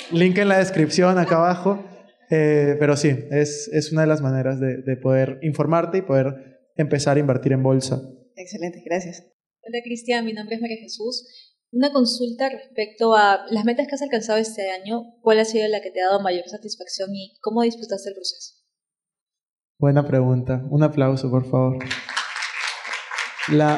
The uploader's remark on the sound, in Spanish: PODCAST EN VIVO. Episodio grabado en vivo junto a los participantes de mi último evento.